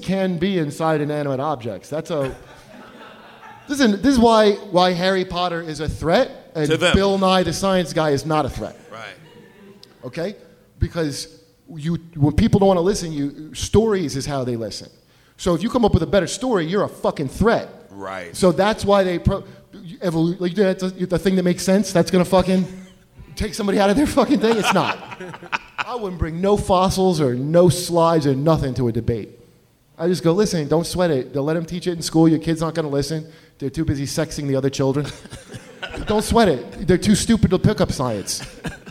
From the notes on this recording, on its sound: live at Small's Bar in Detroit!